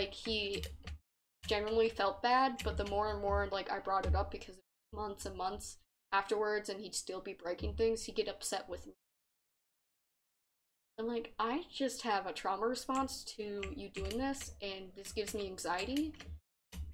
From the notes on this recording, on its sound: Are playing a game while recording these episodes.